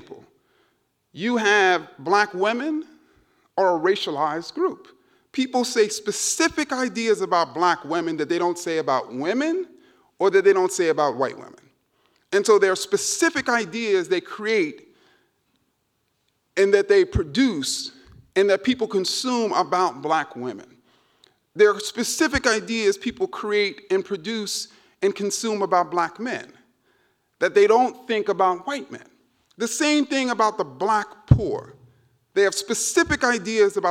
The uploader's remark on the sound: keynote speech at the Dear White People Symposium (February 17, 2019 at E-Werk in Freiburg, Germany)